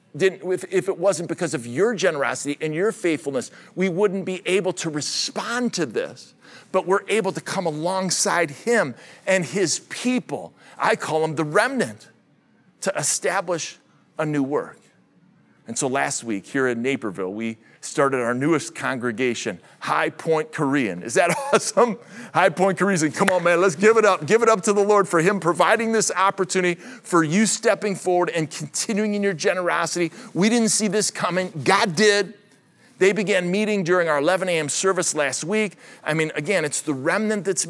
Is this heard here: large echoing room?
yes